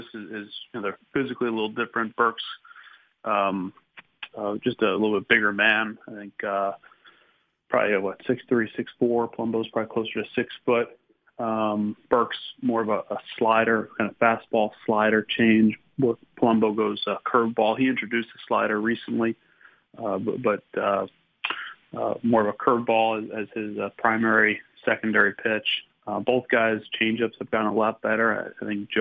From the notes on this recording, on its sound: called in to the Ben and Skin show